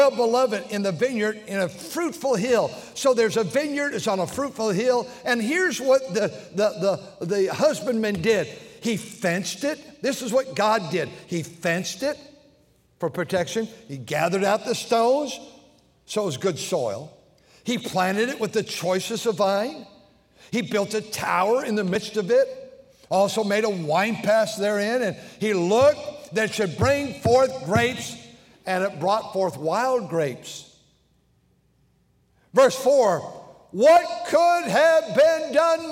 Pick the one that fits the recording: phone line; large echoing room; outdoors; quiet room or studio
large echoing room